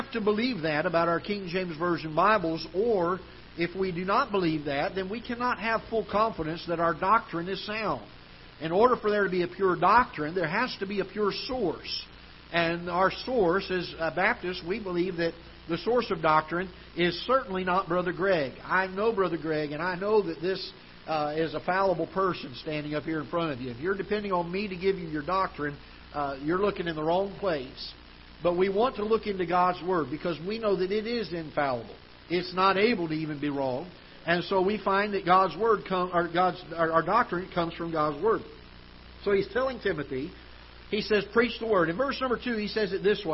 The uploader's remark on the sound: Ketha Heights Baptist Church ~ Live Broadcast